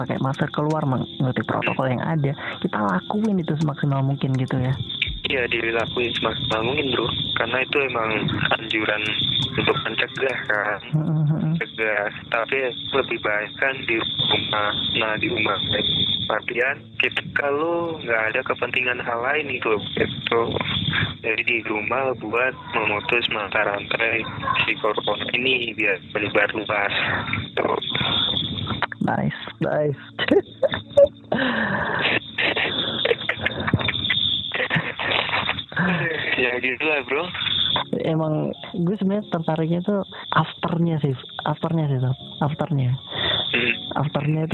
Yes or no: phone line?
yes